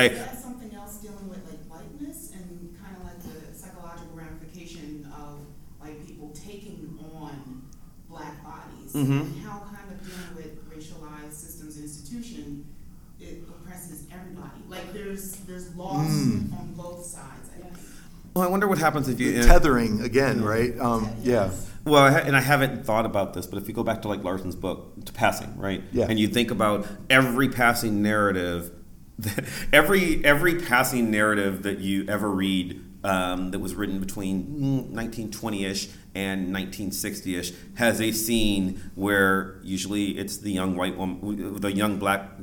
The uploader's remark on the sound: A very special episode recorded live at the 2019 TheoCon held at Messia College.